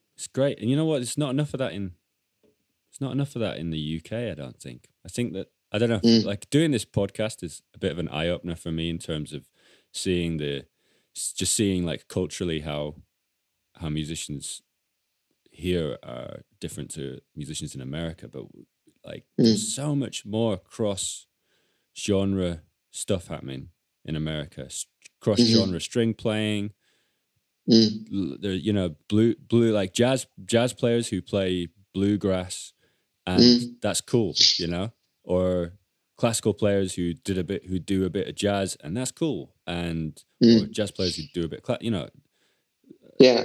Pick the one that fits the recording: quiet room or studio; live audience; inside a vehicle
quiet room or studio